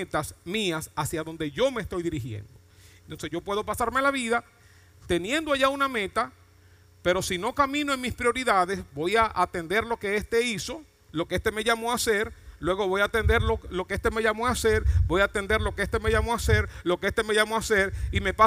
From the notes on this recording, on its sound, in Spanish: Mensaje grabado en Iglesia Cristiana de Santo Domingo, República Dominicana.